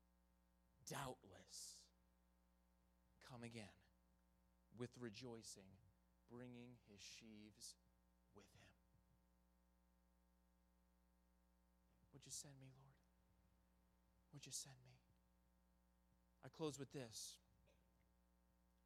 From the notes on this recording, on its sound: in the Tuesday Evening Revival Service on November 8, 2022, at Victory Baptist Church in Boonsboro, Maryland.